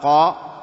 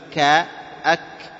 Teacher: مثل القاف والكاف، يتميز القاف بصفته الاستعلاء فيقال قا، وعما الكاف بصفة الاستفال فيقول كا أك، فلهذا يميز الحرف عن الآخر وإن اشتركا في المخرج الصفة الصفة.